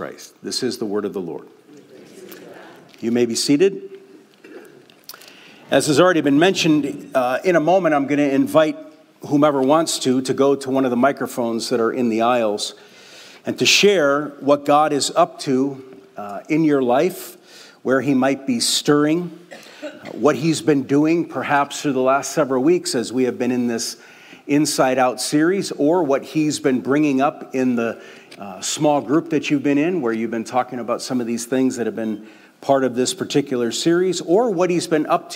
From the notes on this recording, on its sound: We invited the Oak Hills Community to share — open mic style. This podcast only includes the opening remarks.